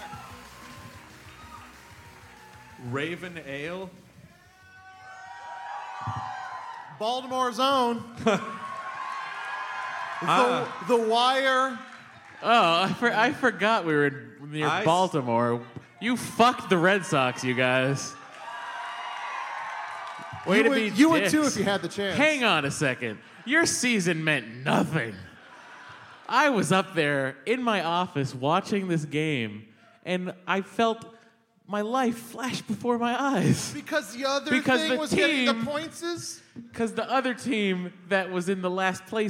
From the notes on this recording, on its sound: 930 Club: Live in DC! Recorded LIVE in DC on January 6! About 700 people showed up to this one and it was a BLAST and a half.